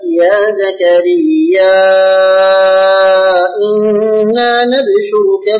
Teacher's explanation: يقول الإمام الشاطبي رحمه الله تعالى: مع الكهف والإسراء يبشر كم سما نعم، إلى قوله: وفي التوبة اعكسوا لحمزة مع كاف مع الحجر أولا، أي قرأ حمزة لفظ بشرك هنا وفي سورة التوبة والحجر بفتح النون وسكون الباء مع تخفيف الشين ناب شرك. أقرأ لحمزة: يا زكريا إنا نبشرك بغلام اسمه يحيى لم نجعل له من قبل سميا.